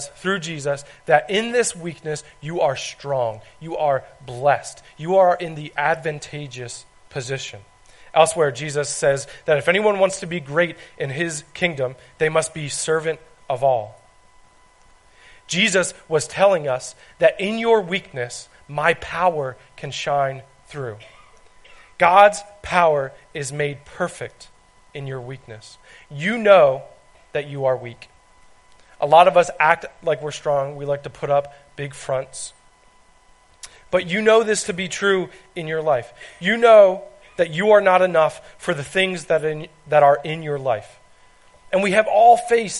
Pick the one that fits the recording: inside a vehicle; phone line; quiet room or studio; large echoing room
large echoing room